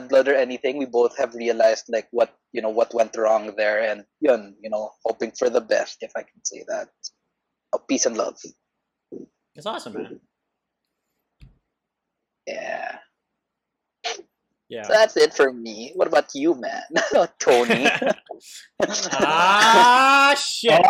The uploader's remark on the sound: These episodes were recorded online given quarantine restrictions - audio quality may differ between the three hosts.